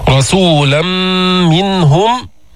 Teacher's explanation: رسولا منهم إدغام التنوين اللي هو نون ساكنة في الميم ثم إظهار النون عند الهاء منهم ما في غنة زائدة هذا حكم الإظهار لأن الهاء من حروف الحلق كما تعلمنا.